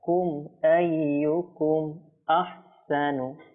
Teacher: এই মিম সাকিনটা আমরা কি এখানে দীর্ঘক্ষণ রাখবো না, এটা বিলকুল কোনো গুণা হবে না · Term: ইজহার